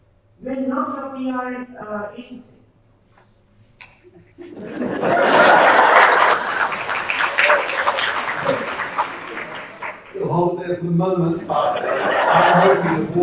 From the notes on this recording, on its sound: Co-presented with the Australian Press Council as keynote event in the Press Council’s 40th Anniversary International Conference.